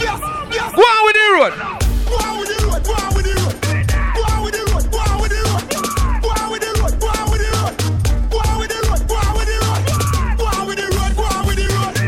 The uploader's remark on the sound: LIVE AT ISLAND SATURDAYS.